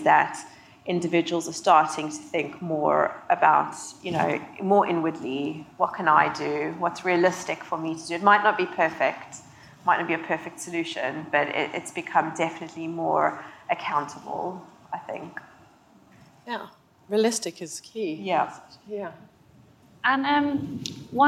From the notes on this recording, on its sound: Decoded Future Panel. In a panel from Stylus’ Decoded Future event in London.